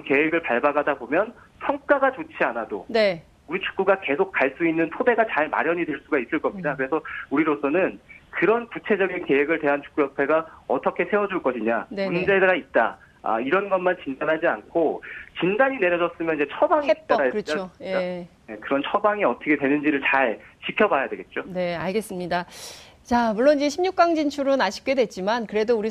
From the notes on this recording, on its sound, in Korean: 전화연결]